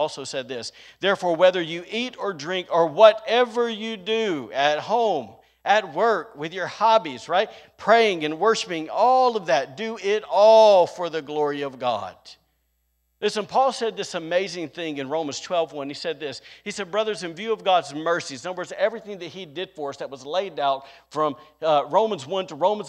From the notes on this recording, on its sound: was recorded on Sunday, March 6th, 2022, during service at The Anchor Church in Rockport, Maine.